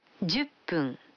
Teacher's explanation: Вы заметили, что когда фун добавляется к 10, дю, то произносится пун.